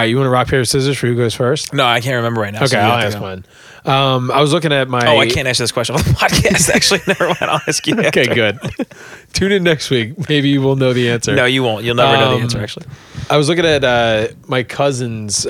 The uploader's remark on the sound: Audio Only epsiode. The boys get back to their roots laying around on the porch with two mics.